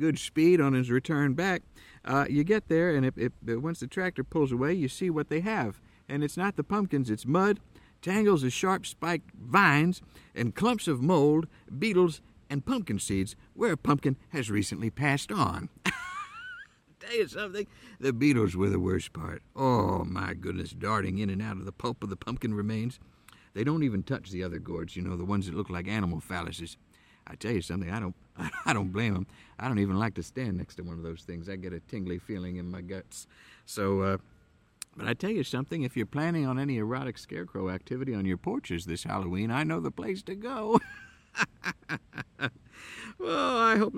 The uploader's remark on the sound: From deep within a way-too-challenging corn maze in Southern Ohio. As the light fades and the animals/wild children begin to make strange noises.